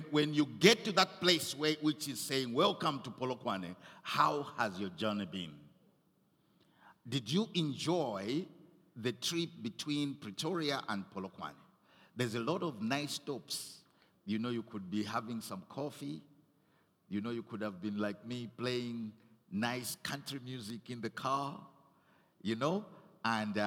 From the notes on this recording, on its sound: Recorded at Doxa Deo Tshwane Central on the 12th of November